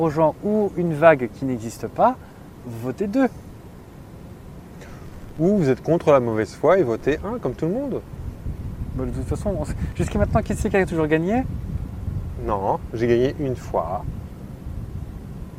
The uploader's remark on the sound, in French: C'est pour cela que le son peut vous paraître un peu différent de d'habitude avec des bruits d'ambiance. On a quitté notre studio pour une excursion exceptionnelle.